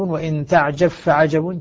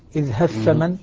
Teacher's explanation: ستسقط الباء في الفاء ذاتا وصفة طبعا هنا لأن الإدغام سيكون كاملا